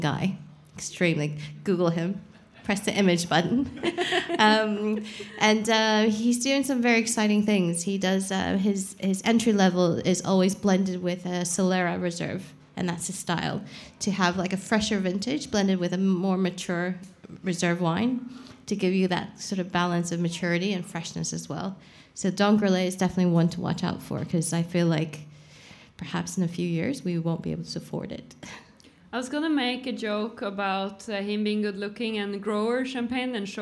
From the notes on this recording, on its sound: Bonus episode from the LIVE PODCAST at the Bra Kokt Festival in Bergen!